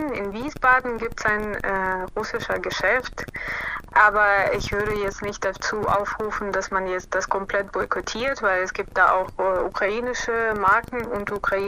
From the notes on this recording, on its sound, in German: Störgeräusche im Hintergrund sind rein technischer Natur und ich bitte sie zu entschuldigen. Es ist ein Telefoninterview über ein Smartphone.